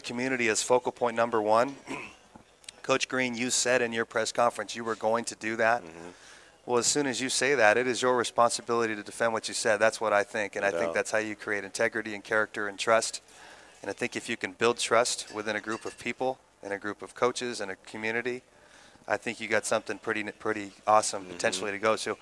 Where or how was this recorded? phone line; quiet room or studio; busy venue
busy venue